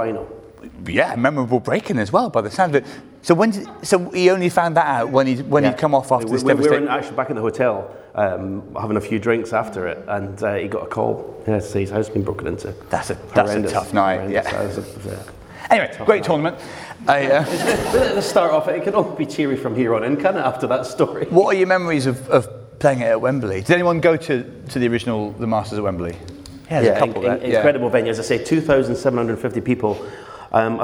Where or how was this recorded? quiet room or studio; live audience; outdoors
live audience